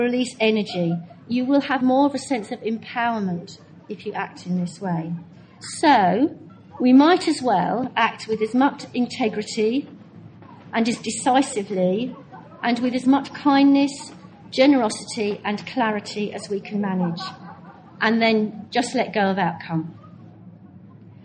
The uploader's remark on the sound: Given at the Buddhafield Festival, Devon, 2007.